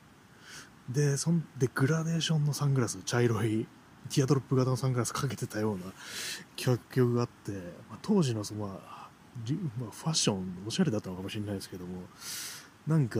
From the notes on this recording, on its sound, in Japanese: 散歩しながらの録音